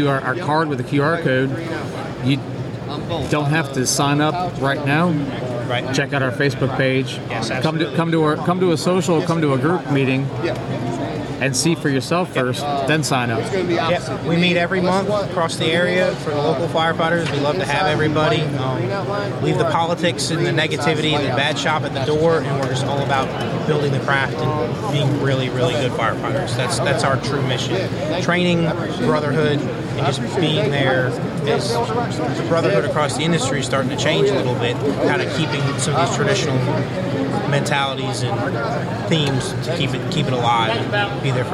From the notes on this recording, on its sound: live at the SC Fire-Rescue conference